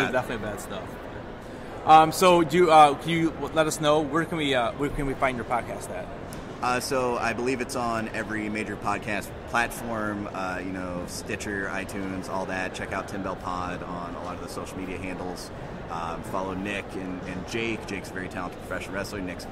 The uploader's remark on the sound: LIVE from Galaxycon!